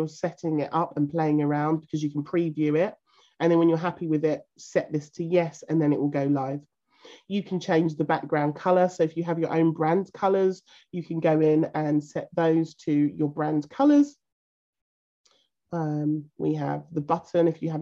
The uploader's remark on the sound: This podcast is taken from a live zoom recorded call and there is engagement with our members throughout this call.